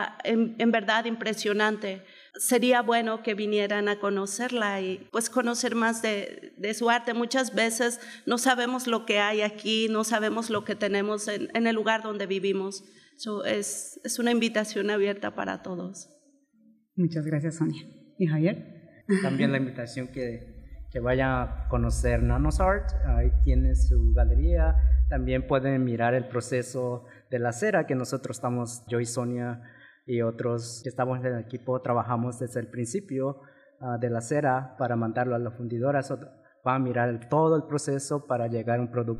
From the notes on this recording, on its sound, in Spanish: EPISODIO grabado con audiencia en vivo